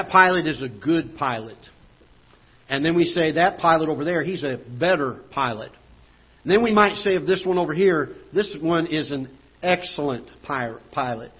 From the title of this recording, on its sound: Ketha Heights Baptist Church ~ Live Broadcast